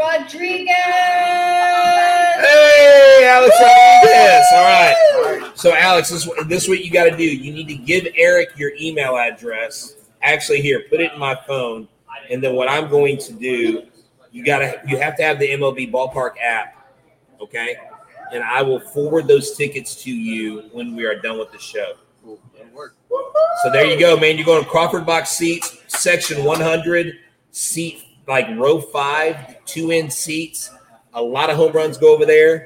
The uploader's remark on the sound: a live Locked On Astros podcast broadcasting from Hooters of Pearland